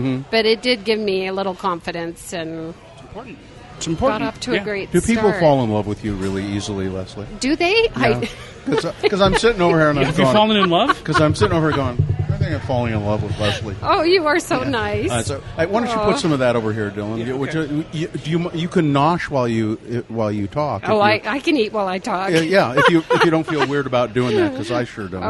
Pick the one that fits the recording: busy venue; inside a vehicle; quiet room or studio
busy venue